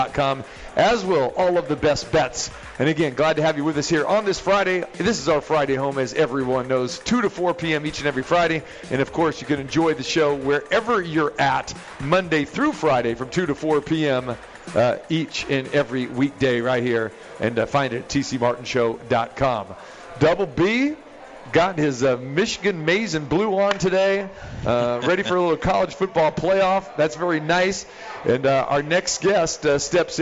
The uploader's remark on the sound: Live from The Cosmopolitan of Las Vegas